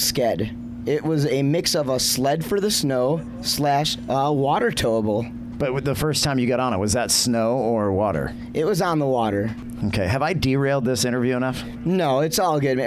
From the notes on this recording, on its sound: Live From Masters. Live at the 57th Masters! Following the second day of the event on site in front of the Fox Bus.